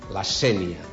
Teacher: quan ens referim al topònim hauríem d'utilitzar la fonètica tancada de la E · Term: E tancada